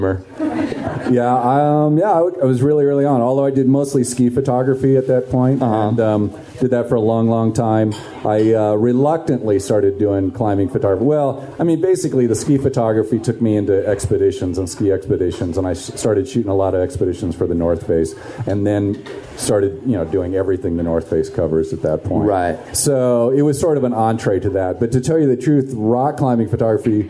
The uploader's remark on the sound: I fight the sound of the clinking coffee cups and the hiss of the espresso machine to bring you a Live Enormocast from Bonfire Coffee in Carbondale. The winds of 5Point Film Festival brought my three guests to town.